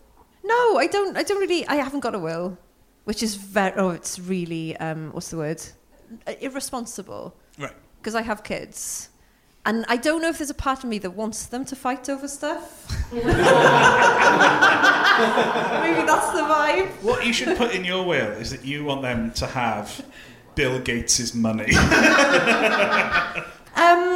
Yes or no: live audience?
yes